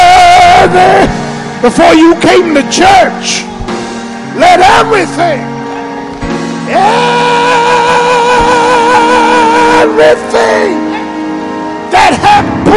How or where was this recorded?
large echoing room